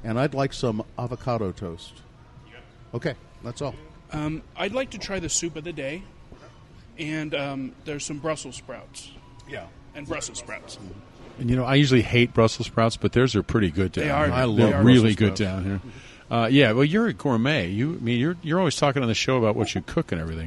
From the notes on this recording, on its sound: This episode was recorded at Zest in downtown SLC.